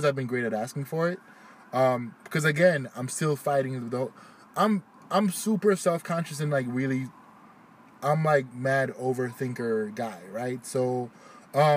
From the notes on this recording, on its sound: Fun things that happened while recording: A young woman ran up to the car and started dancing and we may or may not have heard gunshots in the background.